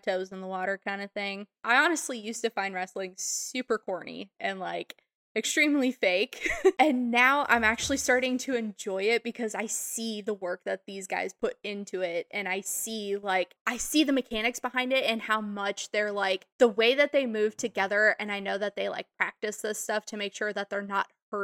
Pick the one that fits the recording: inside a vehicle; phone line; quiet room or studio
quiet room or studio